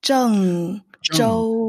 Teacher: the first character, is the fourth tone, zheng. And the second character is the first tone, flat tone, zhou.